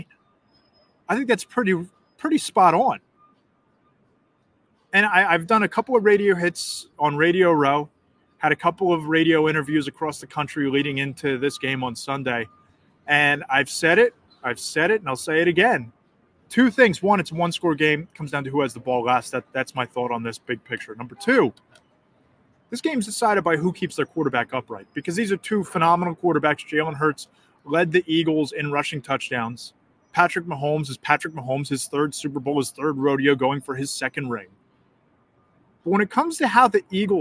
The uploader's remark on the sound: live from Arizona and radio row this week.